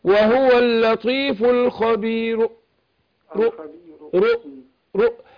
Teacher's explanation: ما اجيبش حركة الضم كاملة. · Term: الروم